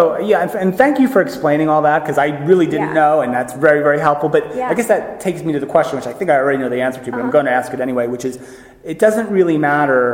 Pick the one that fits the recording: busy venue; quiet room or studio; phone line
busy venue